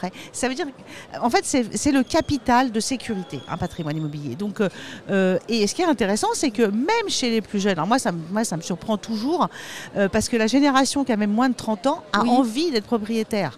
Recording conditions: busy venue